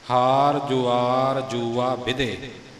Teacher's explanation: ਦੱਦੇ ਨਾਲ ਨਾ ਕਿਤੇ ਬੋਲਿਆ ਜਾਵੇ, ਬਿਧੇ ਪੋਲਾ ਨਾ ਬੋਲਿਆ ਜਾਵੇ, ਬਿਧੇ ਧੱਦੇ ਦੀ ਆਵਾਜ਼ ਆਉਣੀ ਚਾਹੀਦੀ ਹੈ